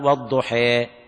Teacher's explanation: الإمالة في اللغة معناه البطح والإعوجاج والإضجاع، وفي اصطلاح القراء أن تنحو بالفتحة نحو الكسرة أو قريبة من الكسرة، قريبة من الكسرة، وبالألف قريبا من الياء بدون مبالغة.